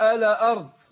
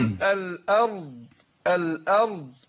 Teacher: يبقى برقق الهمزة وبفخم الراء والضاد · Shown in: second take